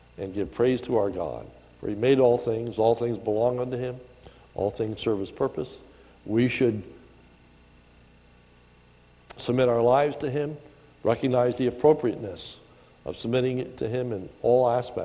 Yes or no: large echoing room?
yes